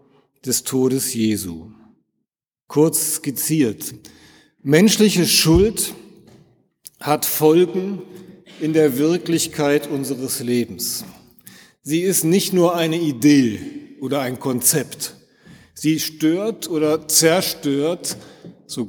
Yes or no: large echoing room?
yes